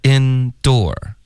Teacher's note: 它的明显的重音是第二个